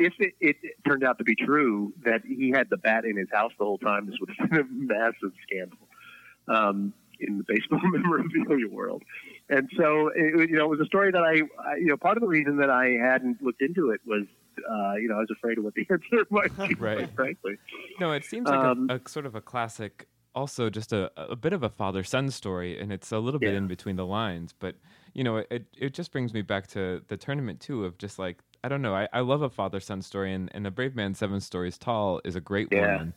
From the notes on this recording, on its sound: Call-In. Get some friends from the commentariat on the phone.